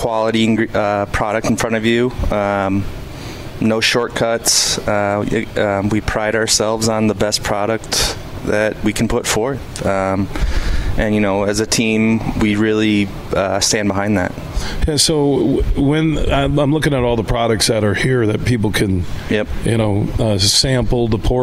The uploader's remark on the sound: We're broadcasting live from the Coppercraft Distillery in Holland.